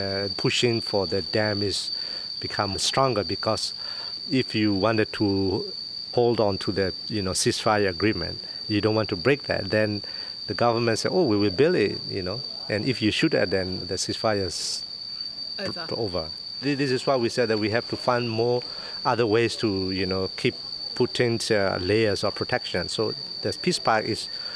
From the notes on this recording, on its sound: we walk beneath the canopy and hear at last, the way the forest should sound